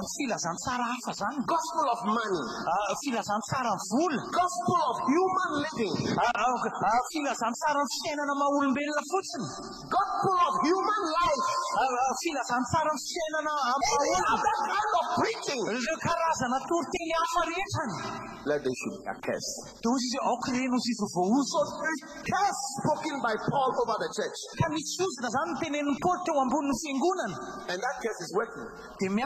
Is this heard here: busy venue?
yes